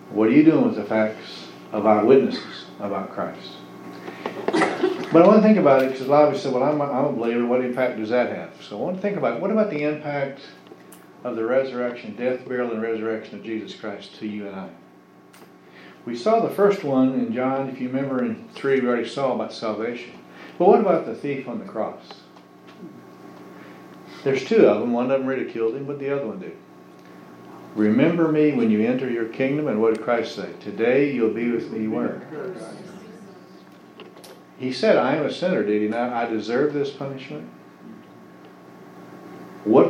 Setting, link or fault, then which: setting, large echoing room